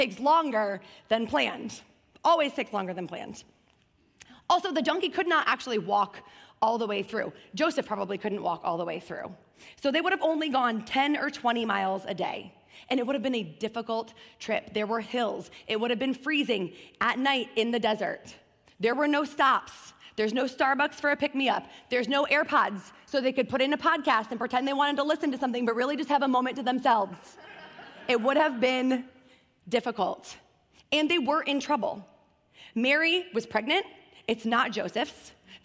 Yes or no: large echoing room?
yes